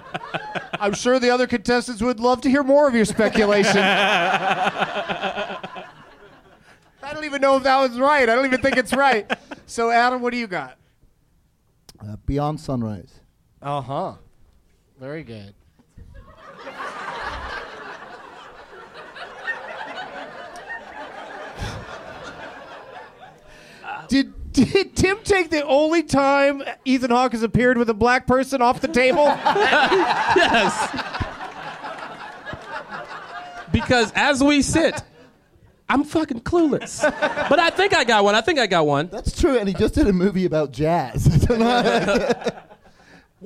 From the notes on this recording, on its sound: Live from Zanies in Rosemont, IL